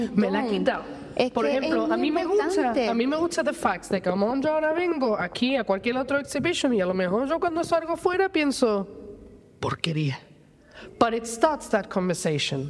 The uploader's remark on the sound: record at the Ace Art Revolution exhibition in the Gustavo Bacarisa’s Gallery in Casemates